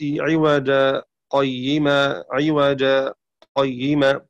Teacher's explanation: سكتة لطيفة من دون قطع نفس · Term: السكت